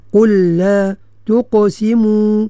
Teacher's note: lam sukun bertemu dengan lam, hukumnya idgham mutamatsilain, idgham huruf yang sama dia punya tempat keluarnya dan makhrajnya dan sifatnya ya.